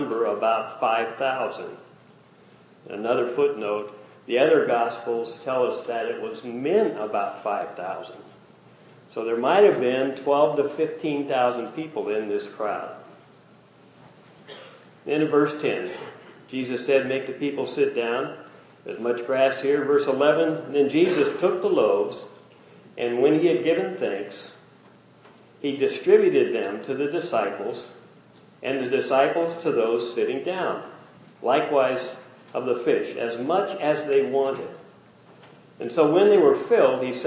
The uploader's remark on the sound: Message preached during first Family Day service.